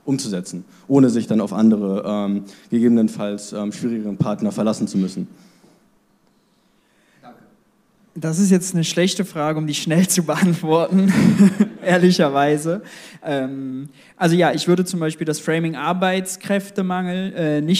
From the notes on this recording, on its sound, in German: Dazu gab es viele Zuschauerfragen! Das Live-Event war mit über 200 Gästen ausverkauft.